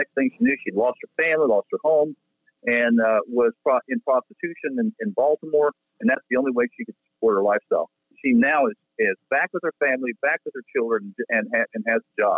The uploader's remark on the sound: The team makes a random phone call